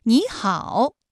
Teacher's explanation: 第一个音节的三声变成二声 · Term: 三声的变调